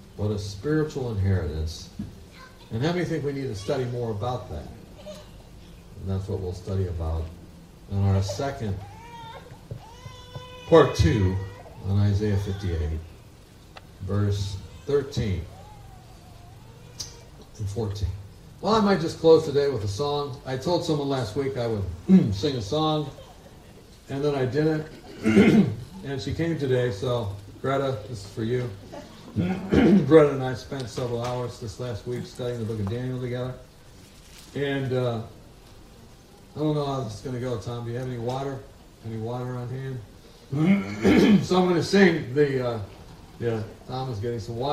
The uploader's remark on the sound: Quality and sound of the program will differ due to the outdoor nature of the video.